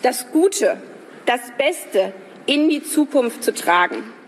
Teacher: In ihrer Rede, also wir reden hier von 23 Halbtonschritten, exakt, die Stimmlage ist tatsächlich sehr hoch. Das klingt nicht so, weil sie oft auch in dem Bereich der Knarrstimme nach unten hin wechselt. Aber tatsächlich messen wir hier 286 Hertz.